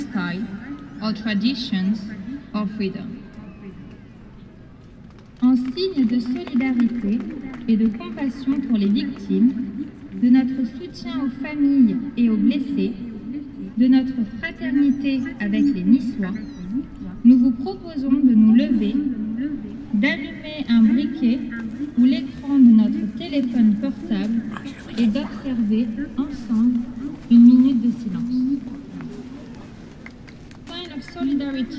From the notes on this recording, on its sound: Fireworks in Cannes. Recorded at the beach close to the Cannes Palace Festival during international Fireworks Festival in Cannnes. Silence and waves…. Recorder: Sony PCM D50.